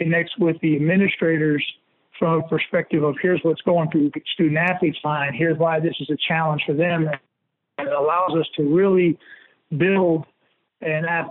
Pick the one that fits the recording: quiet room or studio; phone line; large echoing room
phone line